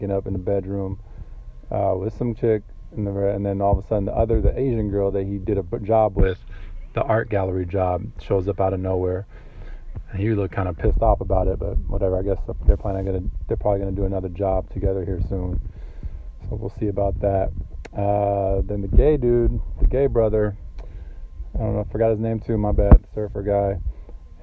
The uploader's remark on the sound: while in my car at lunch